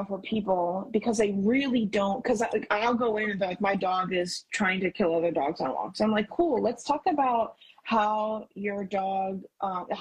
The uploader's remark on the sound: Live on IG.